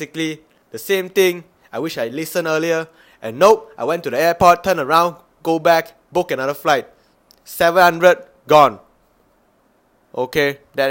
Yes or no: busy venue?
no